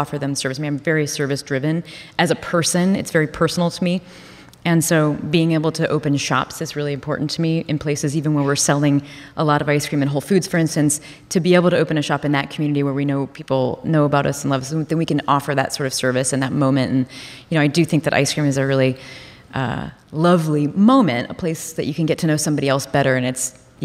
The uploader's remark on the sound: Live From The HIBT Summit